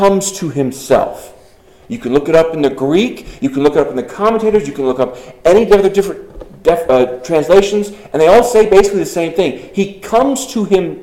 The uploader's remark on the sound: Delivered on May 28th, 2023 to the Congregational Church in Arriba, CO. The service ended with communion, sermon ends around the 31 minute mark.